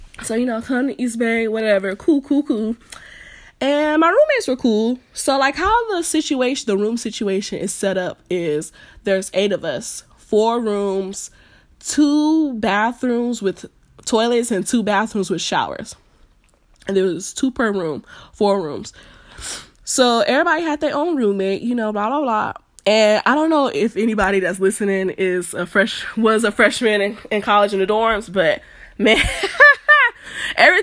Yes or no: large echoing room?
no